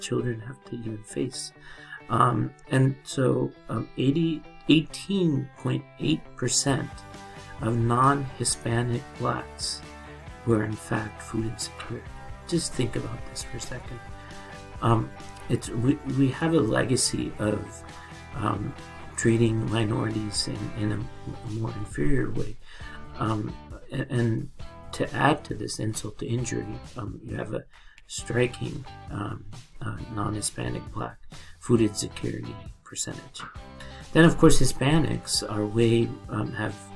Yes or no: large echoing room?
no